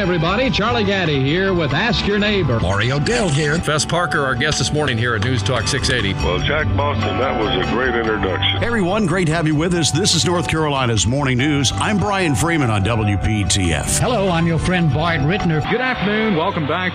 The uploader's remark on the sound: broadcasting live from The Aluminum Company of North Carolina